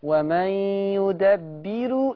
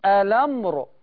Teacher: ومن يدبر، دي راء مرققة، لكن الأمر راء مفخمة